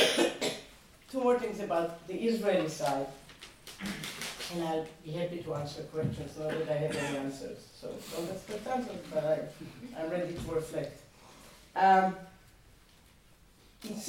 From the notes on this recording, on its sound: In the second seminar in the Hilary Term series. Once again, the lecture theatre was filled to overflow and generated extensive exchange between the audience and the speaker.